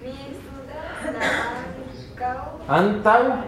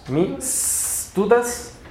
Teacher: Porque no tiene una E antes de la S. Entonces hay que comenzar la pronunciación con la S. · Shown in: second take